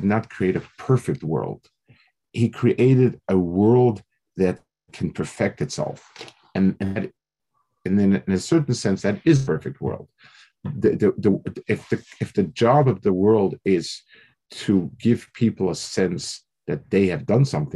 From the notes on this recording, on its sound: Delivered over Zoom